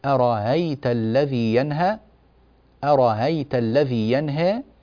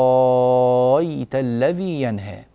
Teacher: إما أن يسهل الهمزة فيقول أرأيت الذي ينهى، أرأيت الذي ينهى، أو يبدل الهمزة التي بعد الراء يبدلها ألفا طويلة